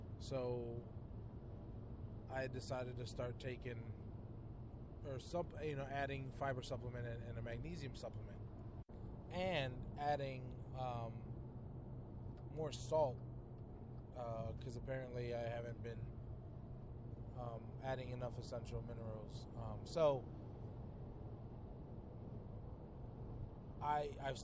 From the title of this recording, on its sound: A Quick CARCAST!